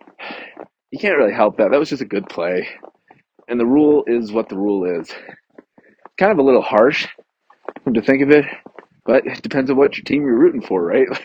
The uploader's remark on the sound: This week I am on travel so I had to podcast while walking around the neighborhood…and there happened to be a snowstorm while i was recording. Apologies for the bad audio!